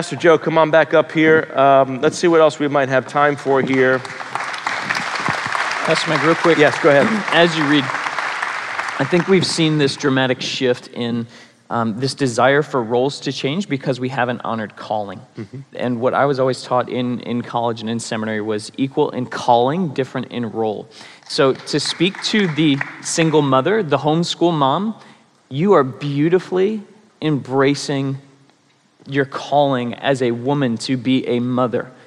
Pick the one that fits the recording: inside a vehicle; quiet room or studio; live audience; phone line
live audience